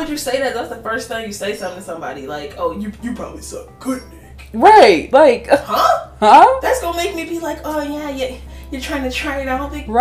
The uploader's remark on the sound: Sorry to any headphones, we are still new to this and we don't realize how loud we are sometimes.